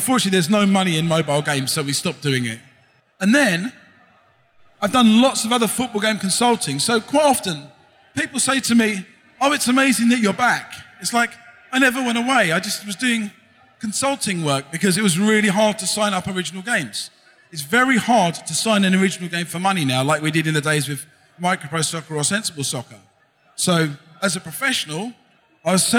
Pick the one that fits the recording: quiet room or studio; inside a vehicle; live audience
live audience